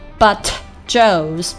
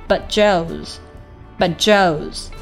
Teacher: but 的 t 要做一个失去爆破处理 · Shown in: second take